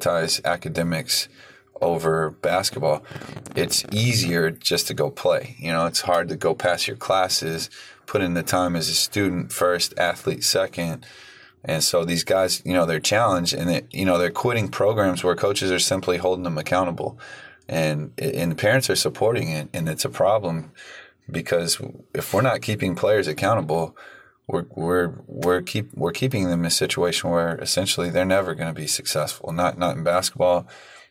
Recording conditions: inside a vehicle